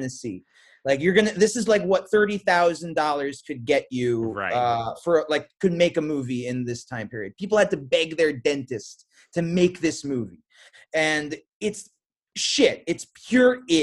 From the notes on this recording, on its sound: Due to audio issues, we had to use our Zoom backup for audio. Apologies audio is not up to our usual crispy clean sound!